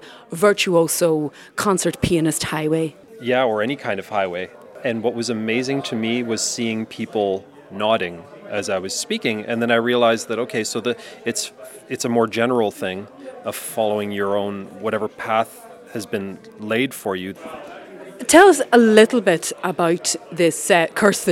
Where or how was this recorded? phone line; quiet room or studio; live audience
live audience